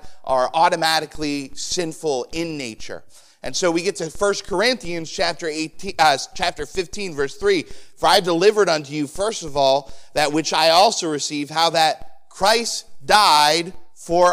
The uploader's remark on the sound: Sermon preached on Sunday Evening on June 18, 2023. At the First Baptist Church of Easton.